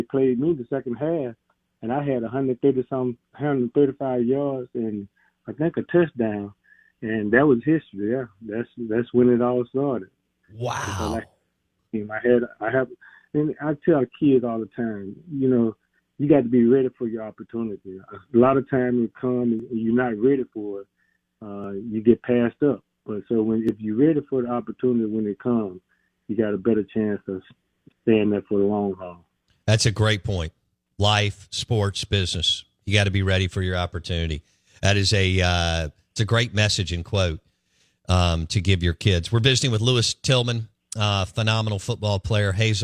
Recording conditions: phone line